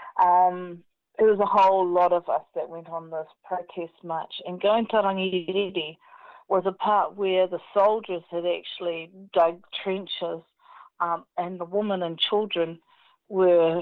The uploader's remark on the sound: Recorded in the first days of the New Zealand Covid19 Lock down. Interviews contacted over the telephone.